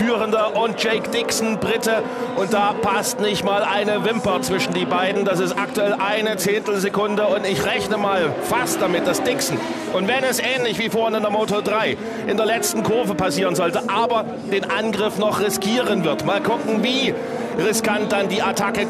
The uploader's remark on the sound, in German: Im Sonntagsbrunch erzählte er davon - live neben der Rennstrecke. In seinem mobilen Sendestudio erleben.